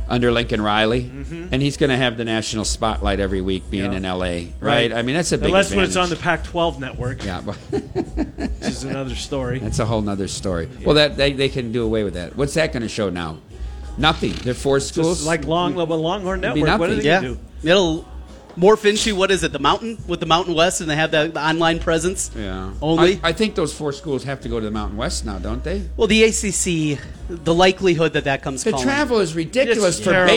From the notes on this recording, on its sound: Live from Circa Las Vegas